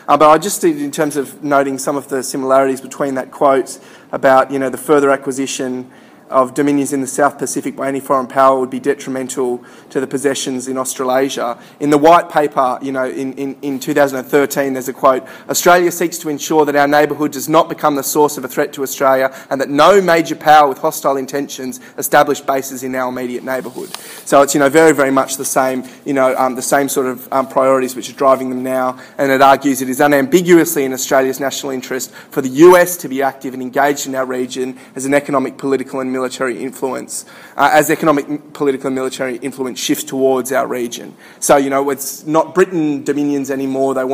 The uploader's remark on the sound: Recorded at a Solidarity meeting in August 2013.